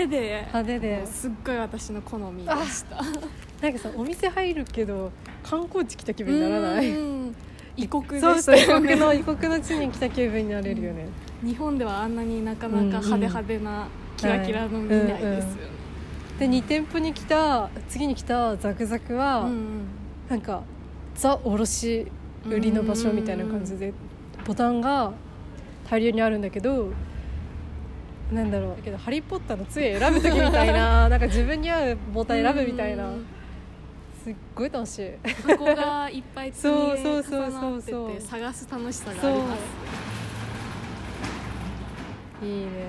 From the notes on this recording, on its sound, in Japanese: 生地を扱うお店が90軒以上も集まる繊維街でのロケの様子と、日暮里・元映画館で収録したトークをお届けします。ロケ地 元映画館、ZAKZAK、E&SON FABRIC。